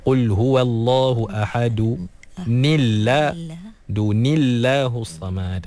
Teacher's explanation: bila kita baca dengan baris bawah pada tanwin tu, automatik lafzul jalalah dinipiskan, diterkikkan. Jadi asalnya tebal Allahu.